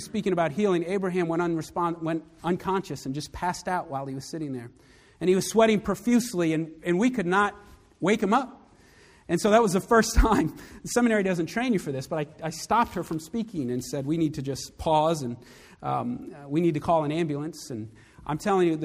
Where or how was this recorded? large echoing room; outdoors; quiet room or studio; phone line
large echoing room